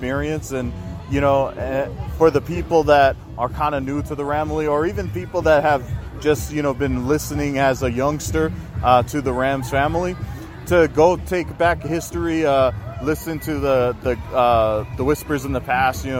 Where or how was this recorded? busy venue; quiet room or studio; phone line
busy venue